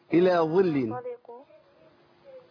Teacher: ظاء مكسورة لكنها إيه؟ مطبقة مستعلية لكن ما توصلش للذال